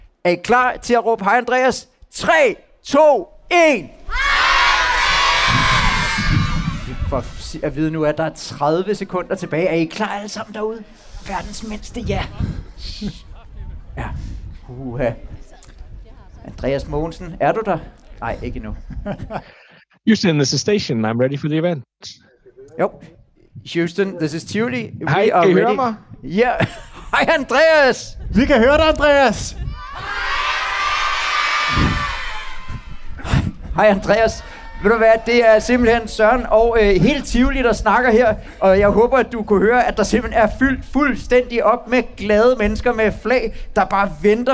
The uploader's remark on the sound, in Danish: Tusindvis af publikummer i Tivoli i København er LIVE igennem.